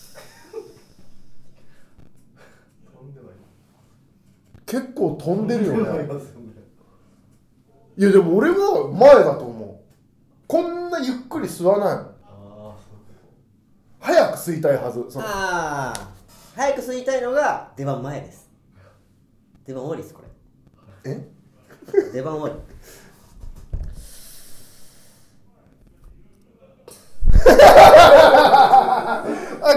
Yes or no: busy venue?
no